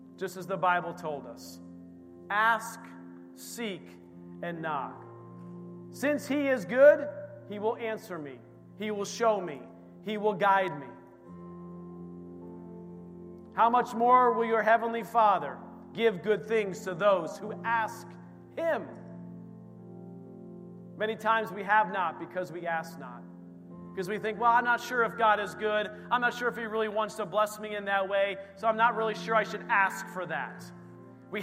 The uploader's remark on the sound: This recording is of the whole service.